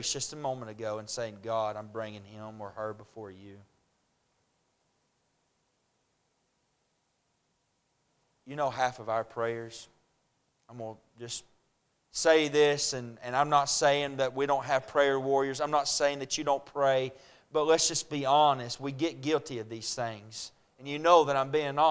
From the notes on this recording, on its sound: A message preached at Crossroads Baptist Church